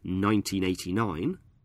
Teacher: if we are giving a year, like 1989, we stress the first syllable of 19.